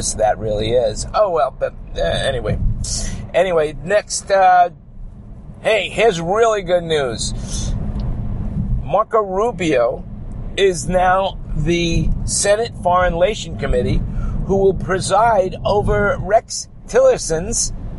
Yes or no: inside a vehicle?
yes